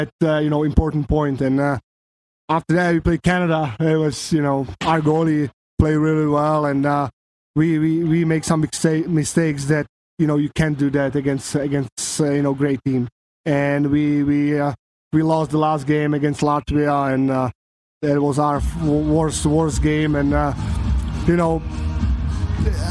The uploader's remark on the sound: Back for Week 2 LIVE from inside Rogers Place in Edmonton, Alberta - site of the 2022 World Junior (2.0) championships!